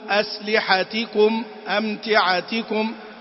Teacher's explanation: مثلا مثل: أسلحتكم أمتعتكم، هذه أيضا يراعى فيها يعني عدم الاختلاس والنبر على تيكم